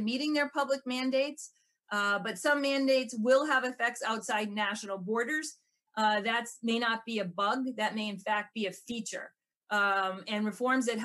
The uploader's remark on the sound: The Peterson Institute for International Economics (PIIE) held a virtual event